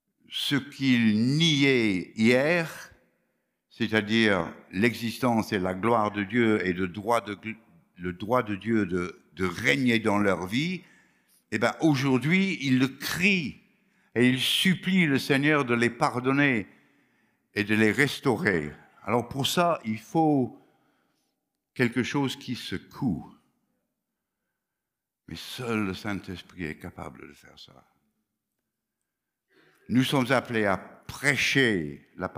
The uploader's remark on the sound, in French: Enregistré à l'église CVV, le 09/01/2022